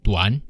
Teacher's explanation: The first character, Duan, is said using the third tone, Duan, and by itself it means short or brief.